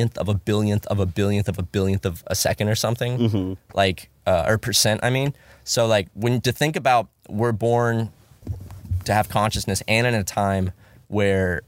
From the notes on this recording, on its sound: Podcast In A Van. We did this one in the van.